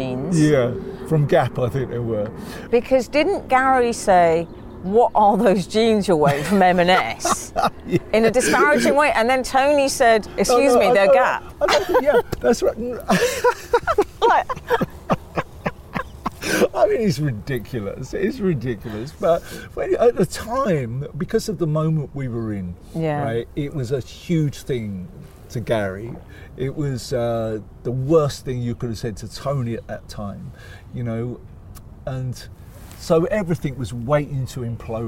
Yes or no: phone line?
no